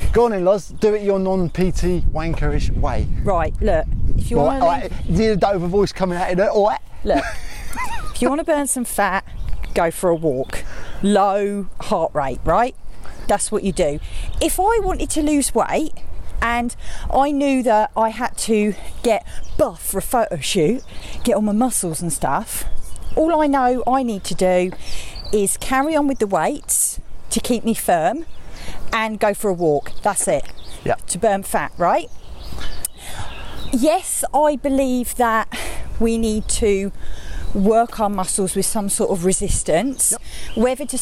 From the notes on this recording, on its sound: On todays walking podcast